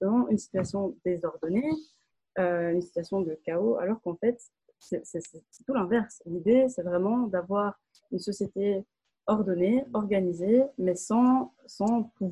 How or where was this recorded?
video call